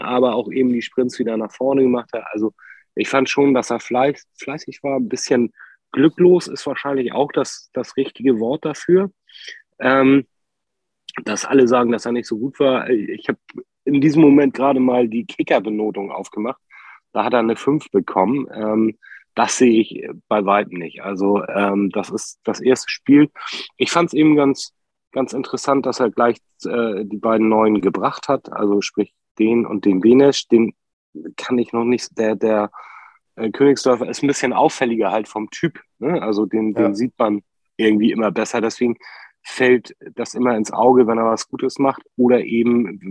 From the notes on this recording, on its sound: Via Zoom.